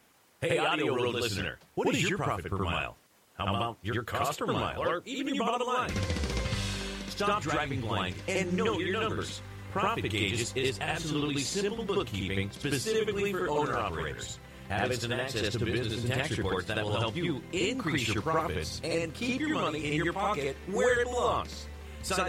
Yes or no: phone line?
yes